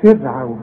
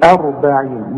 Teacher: رقق الراء بتاعت فرعون وفخم الراء بتاعت أربعين